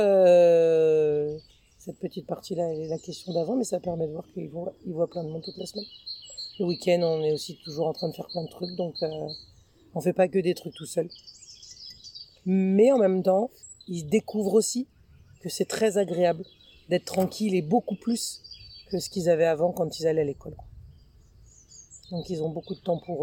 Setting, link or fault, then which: fault, sounds in the background